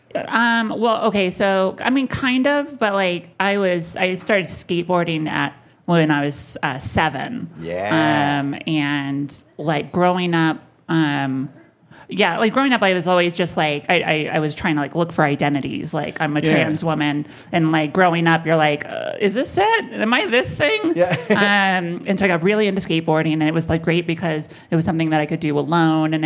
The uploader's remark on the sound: live at the Vail Comedy Festival